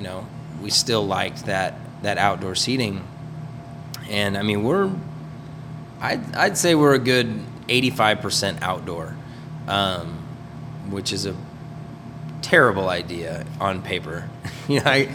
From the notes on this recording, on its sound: It was recorded at their restaurant at 10am in the morning. They were the gracious hosts offering coffee, good strong coffee I might add.